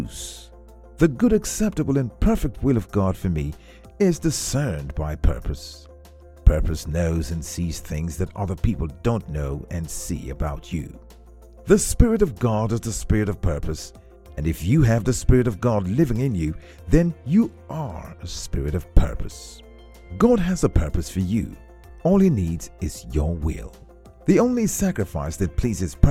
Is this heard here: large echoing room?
no